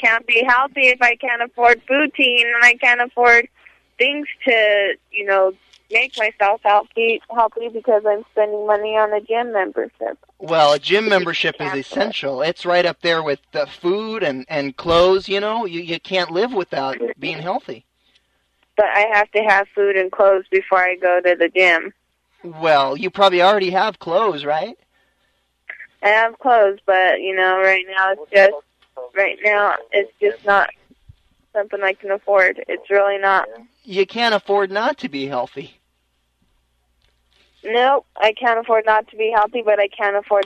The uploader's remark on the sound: Prank Phone Calls